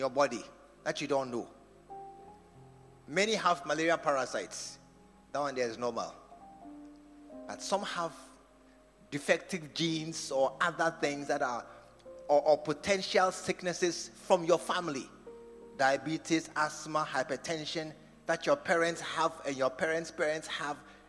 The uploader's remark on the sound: Preached at the True Vine Cathedral, Bantama